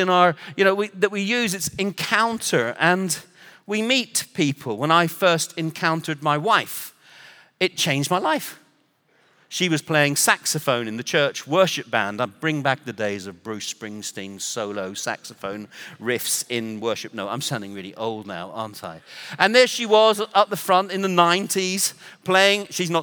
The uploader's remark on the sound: Recorded Live at Brookwood Church on 01.014.2024